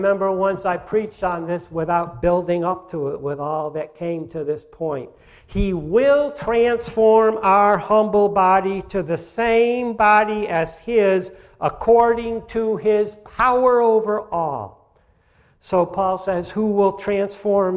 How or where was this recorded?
large echoing room